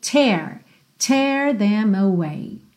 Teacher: o T que tem aquele t, t, arzinho saindo